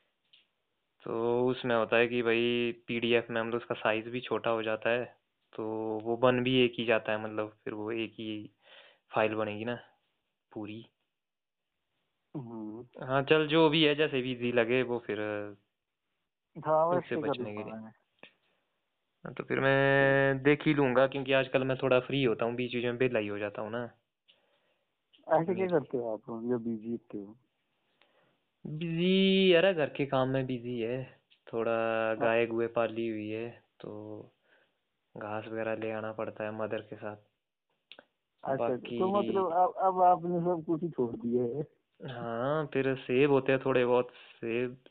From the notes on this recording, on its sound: A phone call talk